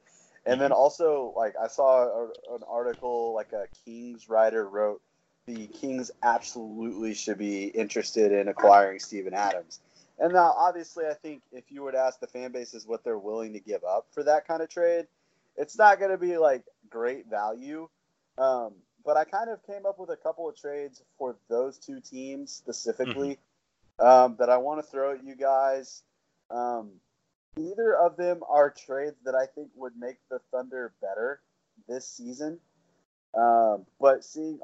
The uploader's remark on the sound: Lotta audio Snafus in this one. I was supposed to edit them, but that was time-consuming and we gotta stay on track, so I'm releasing it as-is.